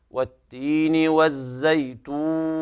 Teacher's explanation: تضم الشفتين وتمد الواو حركتين أو أربع أو ست اعتدادا بالمد العارض للسكون